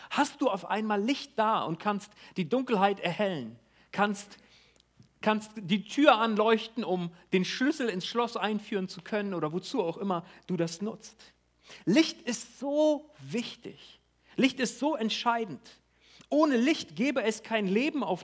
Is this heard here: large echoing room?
yes